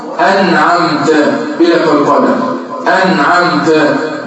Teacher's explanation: انعمت يقول لك انعمت انعمت يعمل لك قلقله في النون، والصواب انعمت بلا قلقله